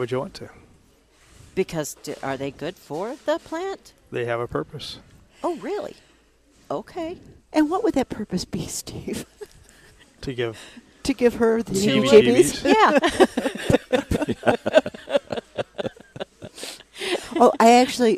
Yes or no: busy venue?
yes